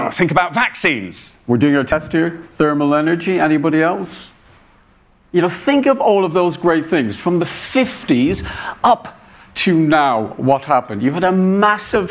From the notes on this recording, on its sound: said to a rapt audience at BoF VOICES 2021